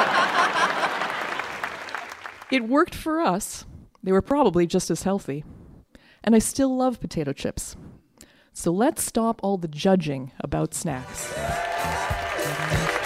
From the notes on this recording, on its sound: We find out at our first ever live show, recorded at the Hot Docs Podcast Festival.